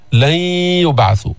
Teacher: زعم الذين كفروا أن لن يبعثوا، هذا التاني، النون الساكنة اللي بعدها ياء، إدغام ناقص، إدغام غير محض، يعني بيبقى صوت الياء ولكن مع الغنة